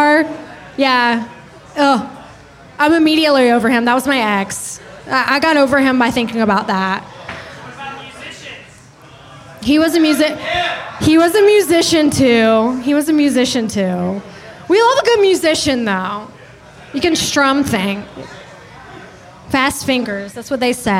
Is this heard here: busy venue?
yes